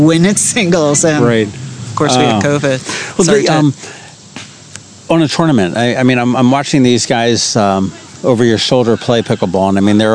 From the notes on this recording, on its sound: This was a ton of fun out at a picnic table adjacent to the new pickleball courts at Truxtun Park--complete with the Annapolis Fire Department whizzing by with sirens blaring!